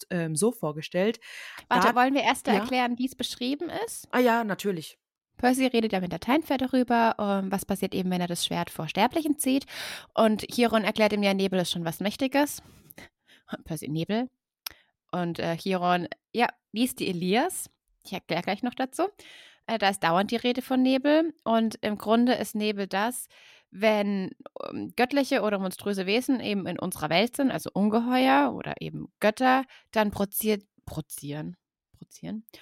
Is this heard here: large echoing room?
no